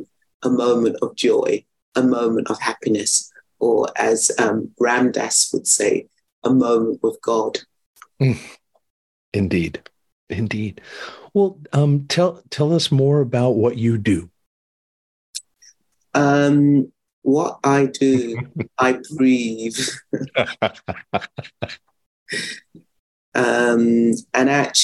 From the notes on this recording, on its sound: Recorded 7.2.2023 in Raleigh, NC and Gibson, BC on Zoom